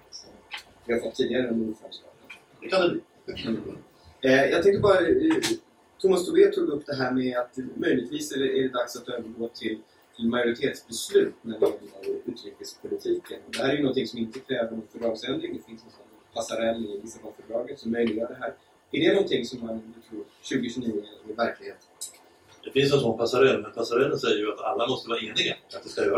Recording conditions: poor sound quality